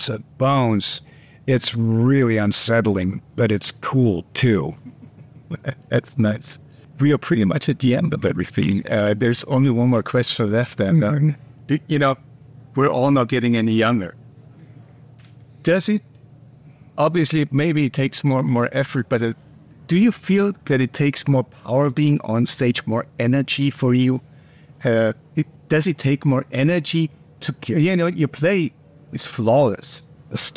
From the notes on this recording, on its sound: In our exclusive ROCK ANTENNE interview at Summer Breeze Open Air 2023.